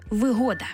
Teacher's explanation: вигода з упевненим наголосом на другий склад